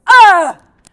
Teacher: it's that kind of low, it doesn't hurt to make that sound. Everything is very free, it's very guttural, and it just comes right out of you very naturally, right?